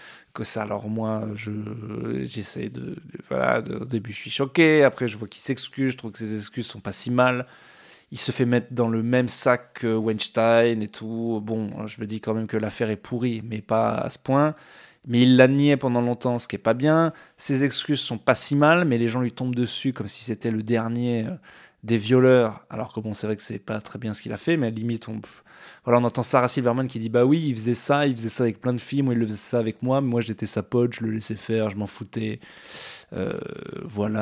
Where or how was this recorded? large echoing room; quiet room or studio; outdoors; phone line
quiet room or studio